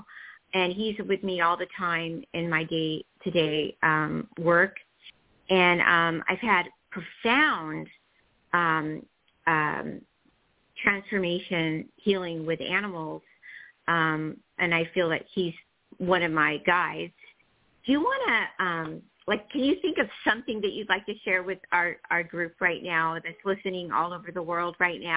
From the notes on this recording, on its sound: THIS SHOW WAS PREVIOUSLY RECORDED. Talk with previously recorded callers.